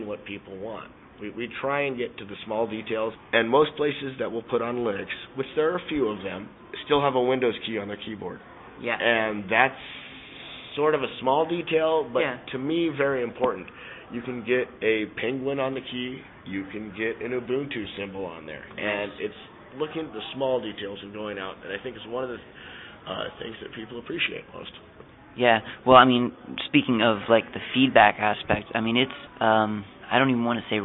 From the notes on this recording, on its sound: recorded at SELF 2010